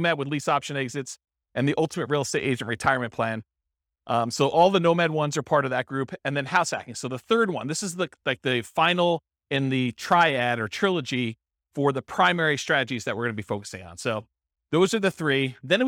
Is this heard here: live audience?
yes